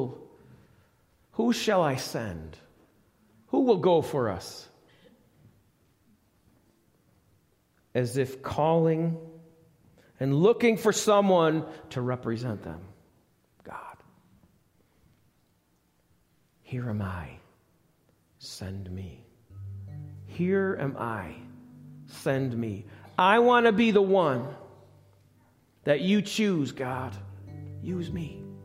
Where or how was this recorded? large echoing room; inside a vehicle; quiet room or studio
large echoing room